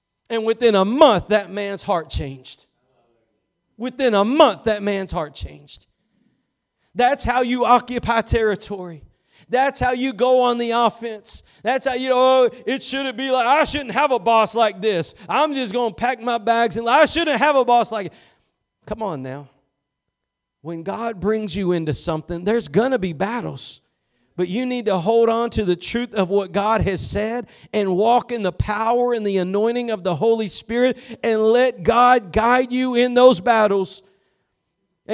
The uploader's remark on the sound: Preached at Gospel Lighthouse in Bossier City, La.